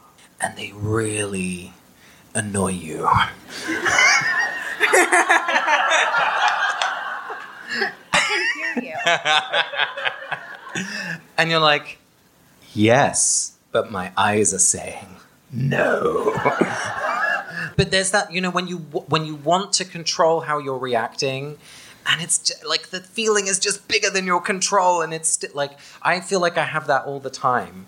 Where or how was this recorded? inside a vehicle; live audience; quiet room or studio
live audience